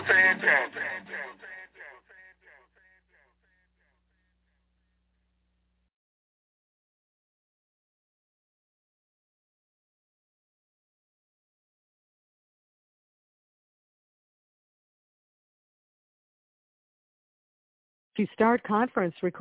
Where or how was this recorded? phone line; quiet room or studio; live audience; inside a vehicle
phone line